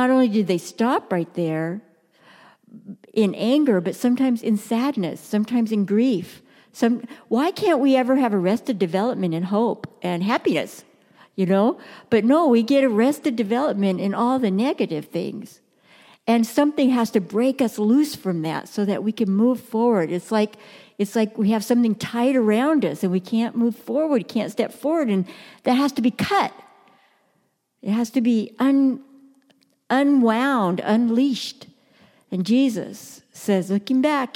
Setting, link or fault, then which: setting, large echoing room